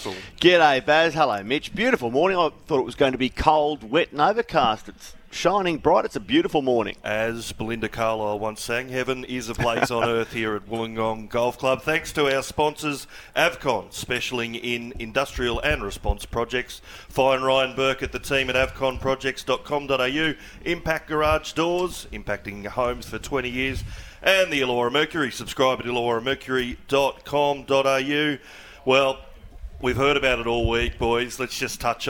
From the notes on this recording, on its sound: LIVE from Wollongong Golf Club